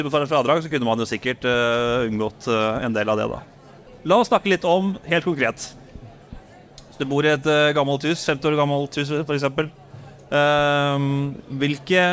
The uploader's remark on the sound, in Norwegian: Vi tok praten live fra Arendalsuka